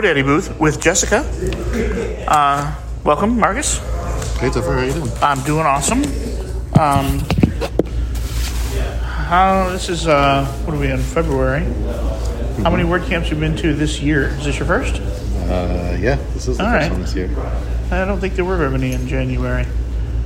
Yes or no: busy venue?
yes